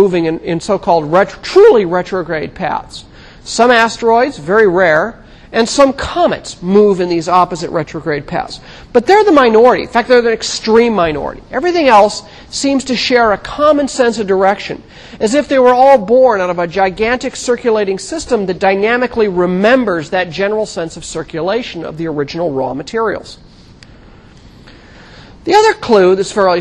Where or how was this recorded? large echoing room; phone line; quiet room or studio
large echoing room